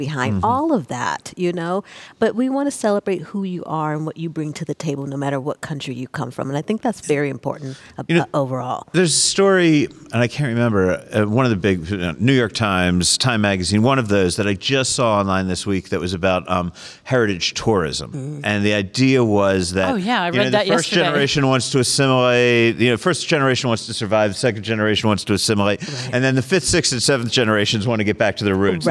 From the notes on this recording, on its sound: Recorded this episode at the Fancy Foods Show, and talked to a few of the people hoping to find buyers for their products.